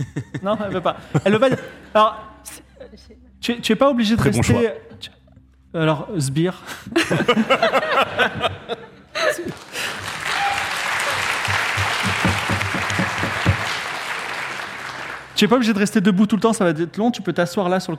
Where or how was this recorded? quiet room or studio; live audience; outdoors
live audience